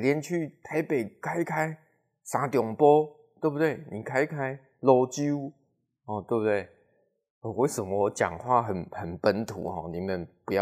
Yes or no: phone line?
no